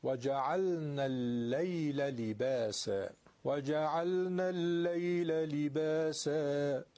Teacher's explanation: لام صداش قطع نمیشه، لام جزو حروف توسطه، شدت نداره